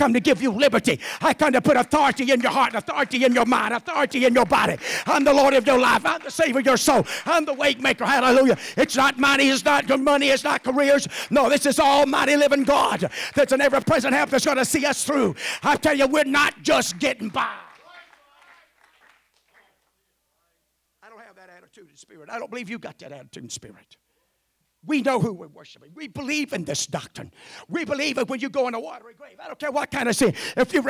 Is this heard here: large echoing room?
yes